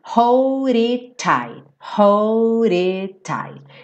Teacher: Então hold, ele mudou o D pra rarara